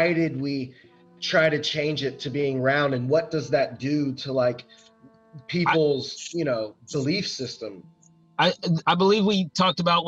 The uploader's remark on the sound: comes to you live via Zoom!